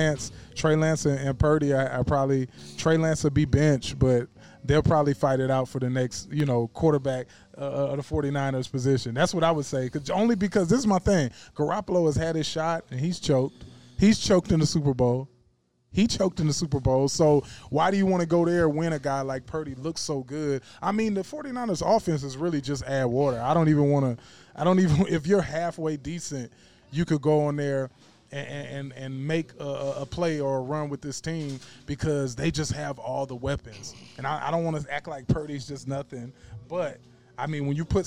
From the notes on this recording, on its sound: ON LOCATION AT BROOMELLI BOYS PIZZERIA!